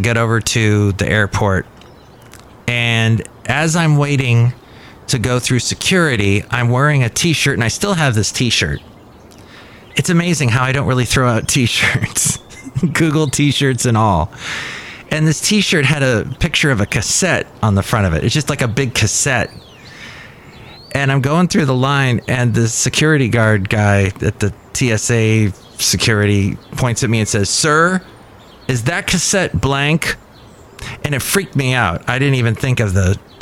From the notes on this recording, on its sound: podcasts live from Café Anyway